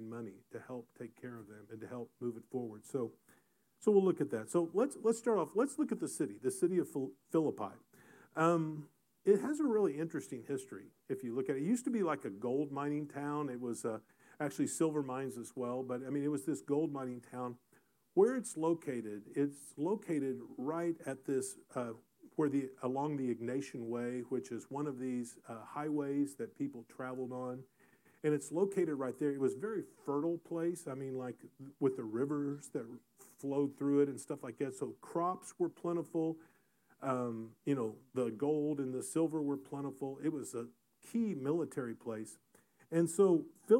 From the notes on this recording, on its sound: Recorded in SGM 101.